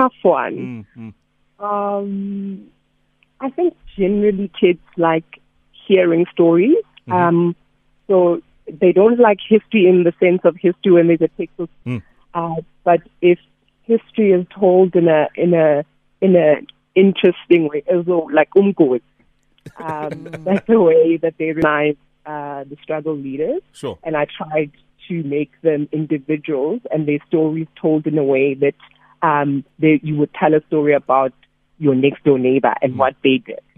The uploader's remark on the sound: PHONE INTERVIEW